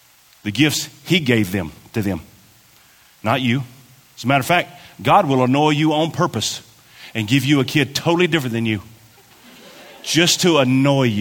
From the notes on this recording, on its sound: This was recorded at our South Campus in a meeting with parents and volunteers.